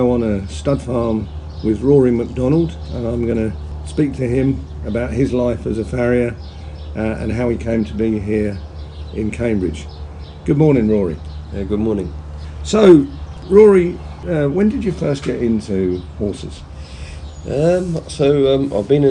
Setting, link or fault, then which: setting, outdoors